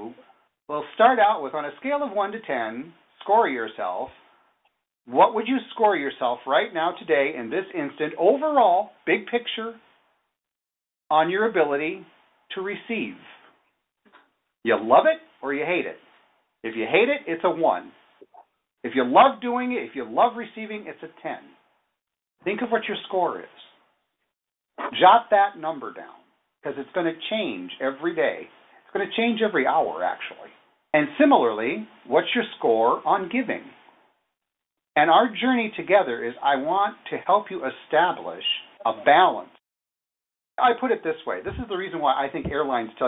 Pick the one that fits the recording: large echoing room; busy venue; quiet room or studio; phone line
phone line